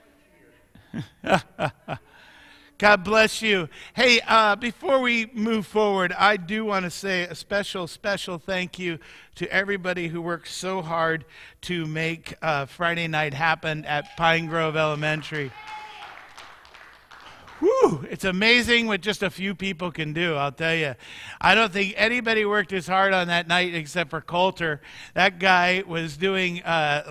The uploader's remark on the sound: Mt. Zion Church Live!